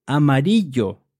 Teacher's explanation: the double L in Spanish is pronounced yo